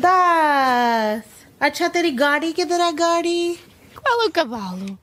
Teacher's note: And what these things had in common was that the melody was a kind of a rise fall